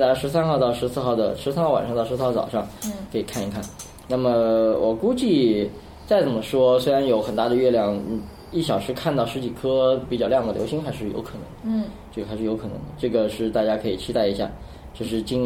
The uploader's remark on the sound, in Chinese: 本期节目为在张大妈办公区用录音笔录制，可能有街道上的杂音，请见谅。